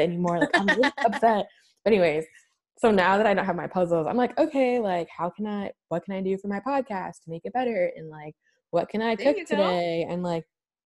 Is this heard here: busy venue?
no